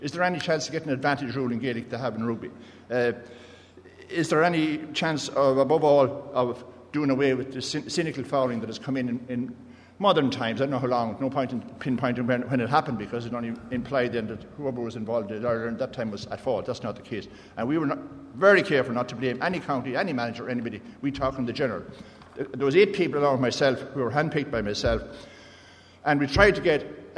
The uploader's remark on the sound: The Panel at the GAA Games Development Conference